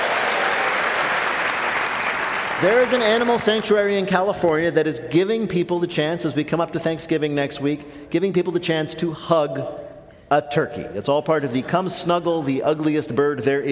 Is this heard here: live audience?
yes